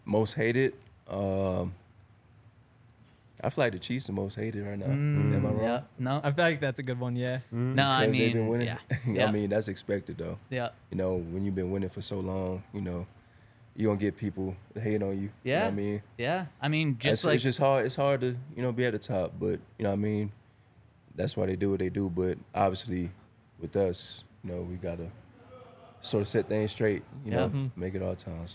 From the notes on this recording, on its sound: coming to you LIVE from the DNVR Bar